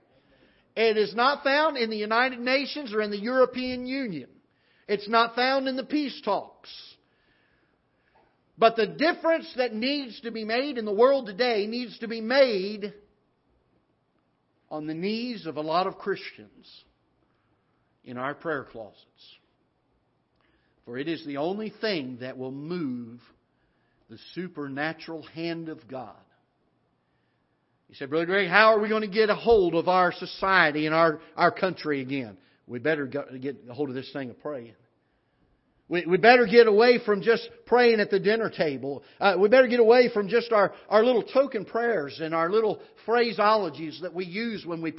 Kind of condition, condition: setting, large echoing room